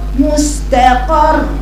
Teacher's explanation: فتحت القاف ووقفت على الراء الساكنة المشددة وعلى الراء المشددة بإيه بالنبر الوصية.